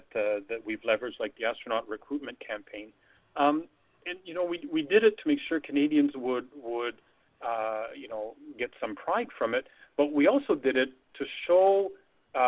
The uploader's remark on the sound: via telephone